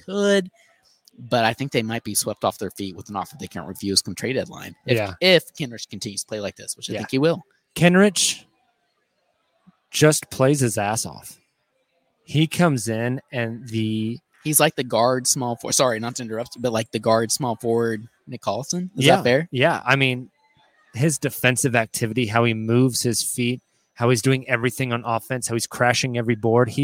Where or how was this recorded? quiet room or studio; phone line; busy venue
busy venue